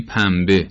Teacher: حرف نون به ب رسیده و ما به طور طبیعی نون رو به میم تبدیل می کنیم و بعد کلمه رو با میم می خونیم.